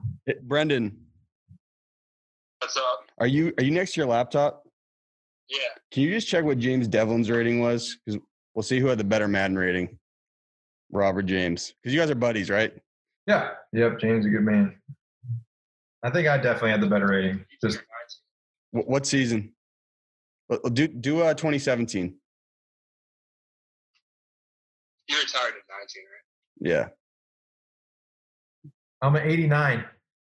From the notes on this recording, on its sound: This week, we sat down over Zoom.